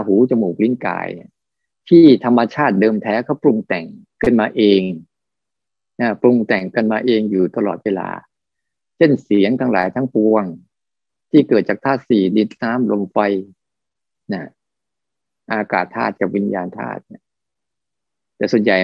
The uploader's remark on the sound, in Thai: คอร์สออนไลน์ (ผ่านโปรแกรม Zoom).